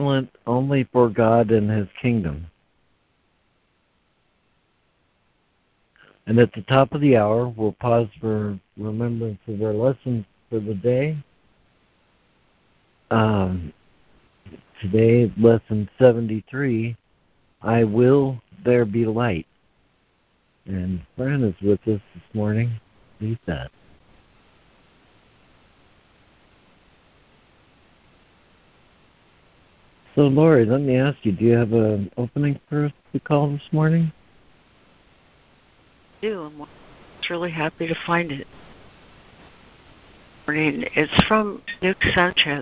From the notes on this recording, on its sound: ACIM Daily Conference Call